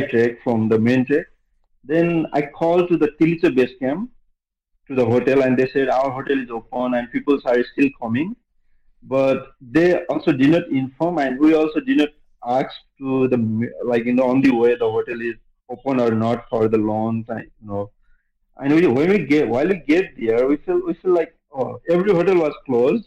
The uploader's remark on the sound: unedited phone interview